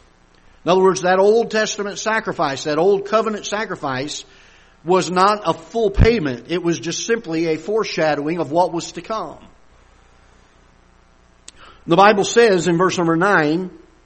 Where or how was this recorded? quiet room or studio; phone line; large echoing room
large echoing room